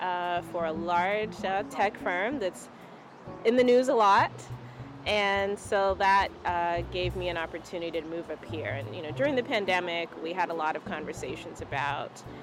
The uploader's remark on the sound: Conversation recorded at a local Portland, ME brewery.